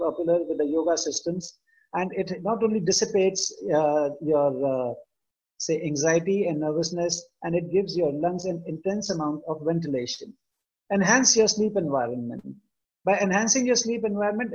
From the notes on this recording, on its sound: This episode is a recording of the Webinar hosted in June 2020